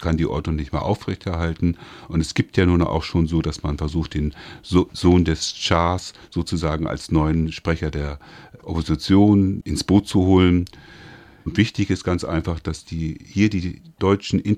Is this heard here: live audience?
no